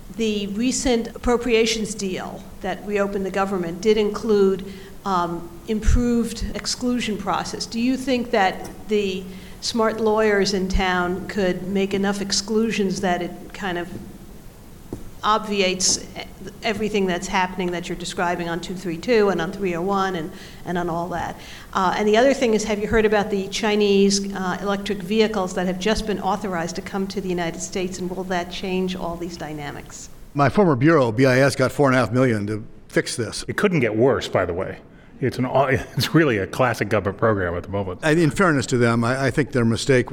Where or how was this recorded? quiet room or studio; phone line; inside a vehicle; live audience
live audience